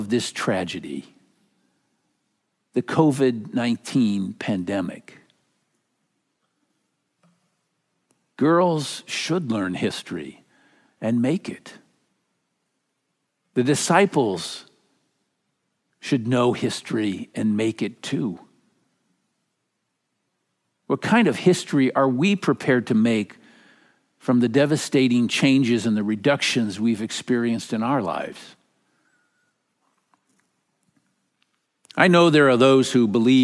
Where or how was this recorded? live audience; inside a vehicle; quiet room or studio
live audience